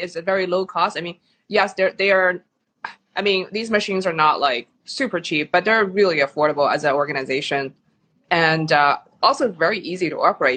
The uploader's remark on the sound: IG Live Interview.